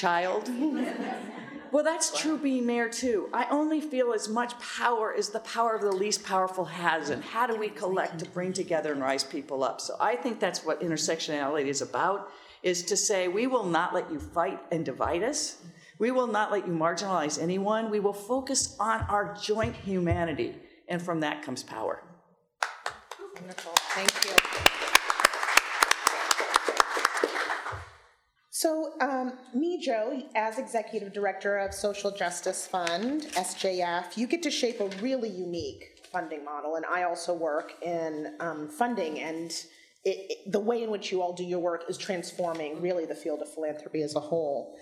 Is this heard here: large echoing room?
yes